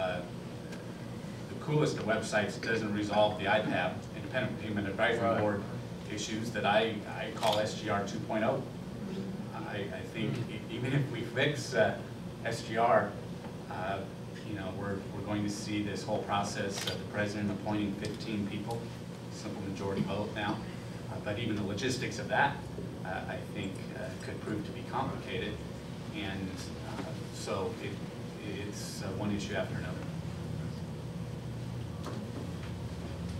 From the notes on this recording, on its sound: WASHINGTON, D.C. The Ripon Society hosted a breakfast discussion with four members of the Ways & Means Subcommittee on Health.